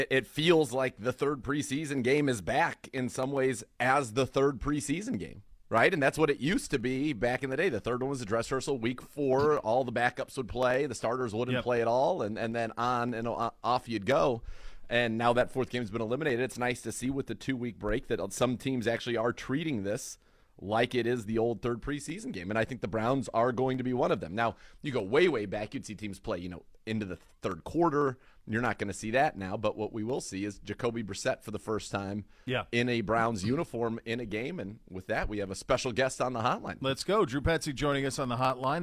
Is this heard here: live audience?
no